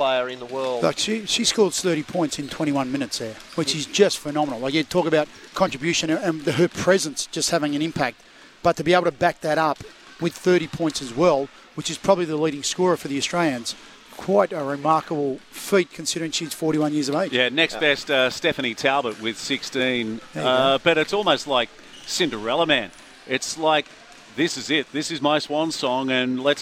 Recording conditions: busy venue